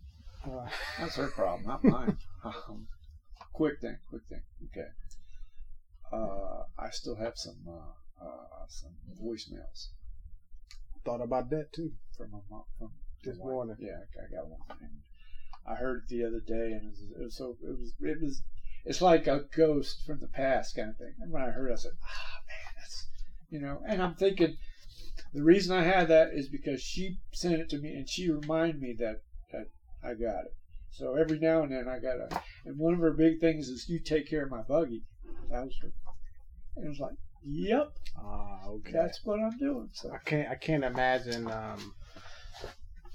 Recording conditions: poor sound quality